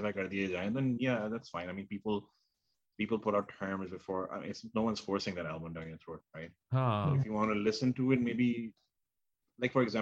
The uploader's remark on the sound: The original trio gets back together on ZOOM to talk about all things and everything!